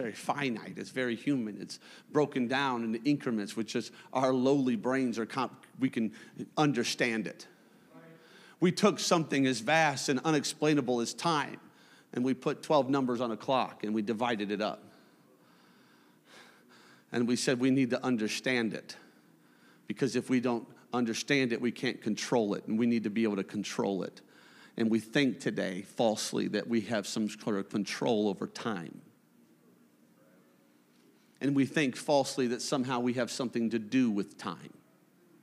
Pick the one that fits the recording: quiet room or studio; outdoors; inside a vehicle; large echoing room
large echoing room